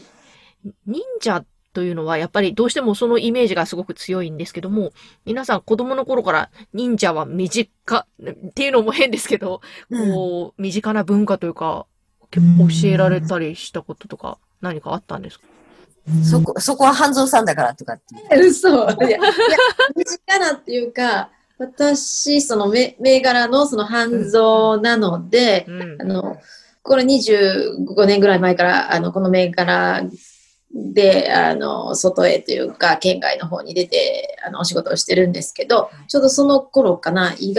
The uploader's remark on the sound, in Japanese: Zoom収録